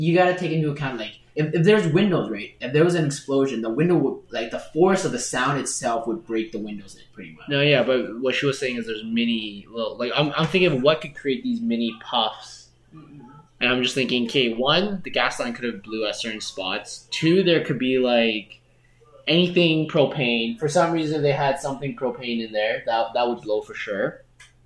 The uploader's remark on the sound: Apologies for the poor audio quality, problems with the setup, but it will be fixed for the next one!